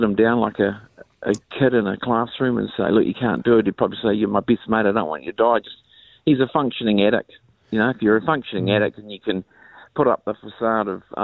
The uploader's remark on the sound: over the phone